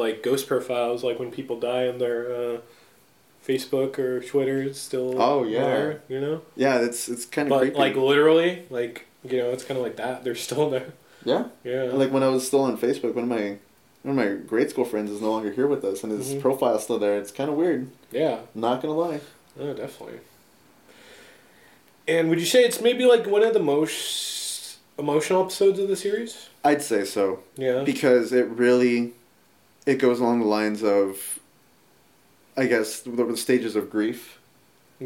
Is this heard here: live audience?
no